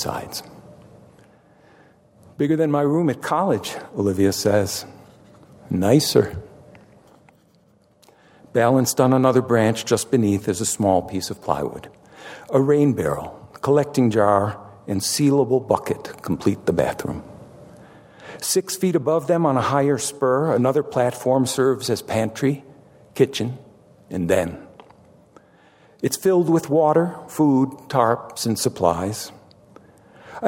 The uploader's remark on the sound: Recorded at the Lensic Theater in Santa Fe, New Mexico on February 27, 2019.